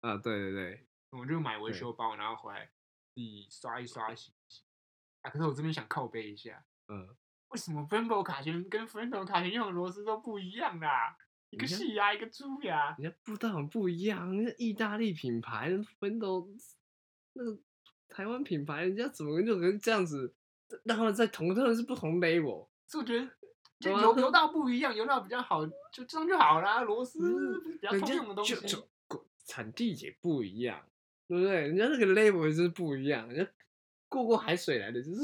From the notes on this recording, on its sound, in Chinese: 這集收音有些問題，敬請大家見諒。